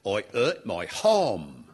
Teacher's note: a Cockney person says then, as today, I hurt my harm. I hurt, dropping the H, my harm, putting the H in.